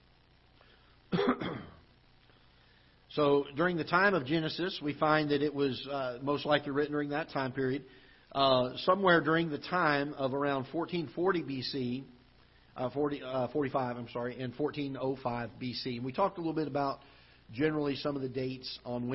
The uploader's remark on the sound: Ketha Heights Baptist Church ~ Live Broadcast